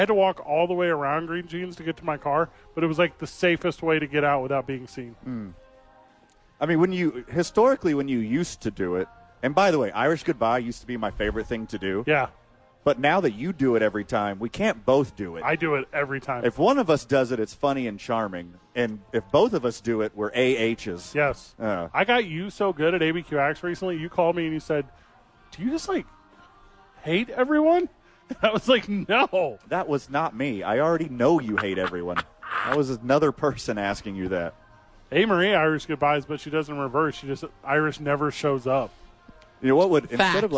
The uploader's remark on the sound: live from Safe House!